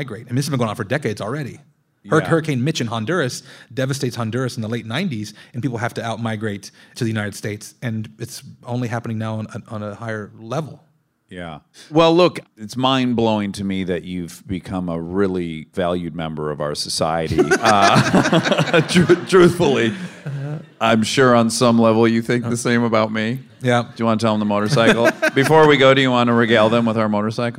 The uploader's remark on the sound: Armchair Expert Live from Los Angeles at UCLA.